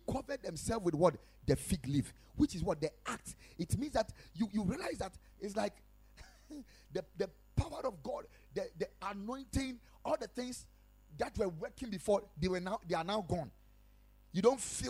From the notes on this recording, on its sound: Preached at Ekklesia Chapel